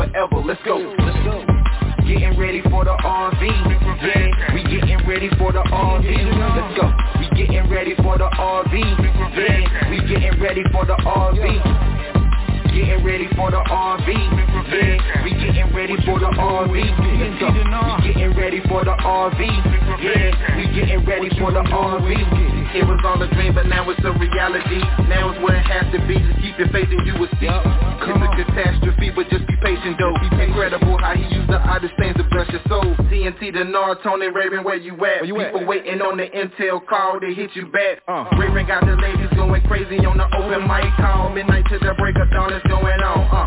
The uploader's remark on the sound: TNTSuperfantastic Conference Call - Friday, July 2, 2021.